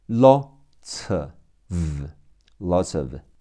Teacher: Lotsof。L O T S OF， Lotsof。L O 读了 O 咯。T S 组合读词。Lots。O 读 L。F 读 V。上面牙齿碰到下边嘴唇。Vof。Lotsof。听力和口语中“呲”和“呃”会连到一起